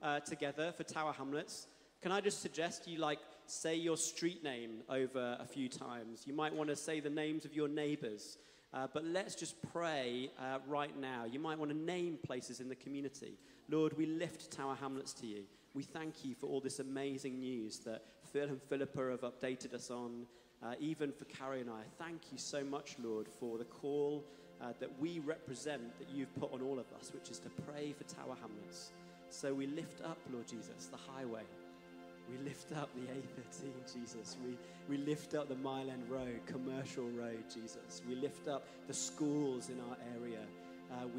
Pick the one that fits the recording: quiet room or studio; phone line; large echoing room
large echoing room